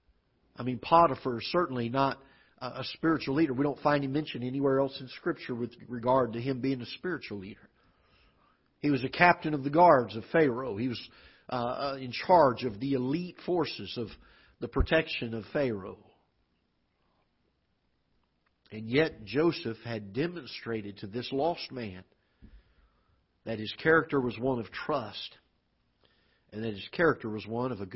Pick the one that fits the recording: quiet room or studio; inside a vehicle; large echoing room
large echoing room